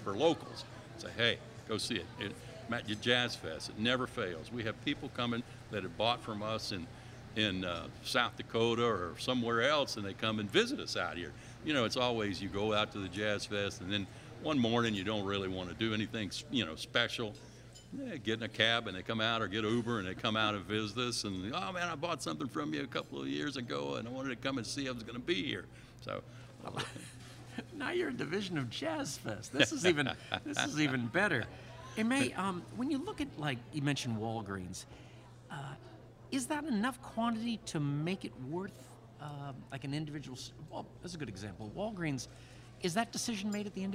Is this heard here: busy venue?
yes